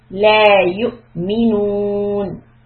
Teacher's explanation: La here is two counts, so don't make it short; it will change the meaning.